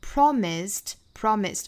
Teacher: 尾部加的这个 ed 仍然是要读成清辅音 t